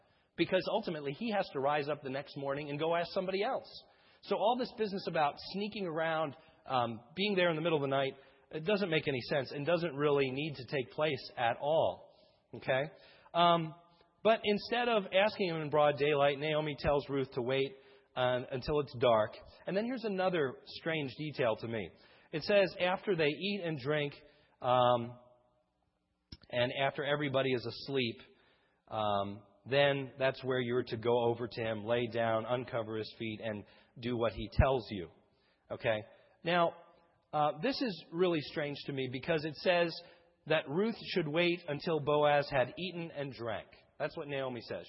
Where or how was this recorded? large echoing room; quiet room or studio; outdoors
large echoing room